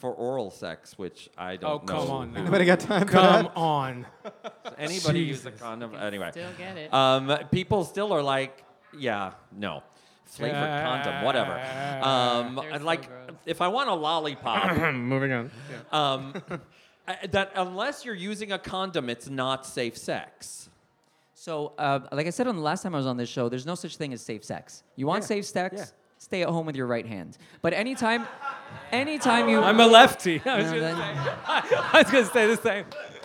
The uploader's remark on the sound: Beside The Point LIVE.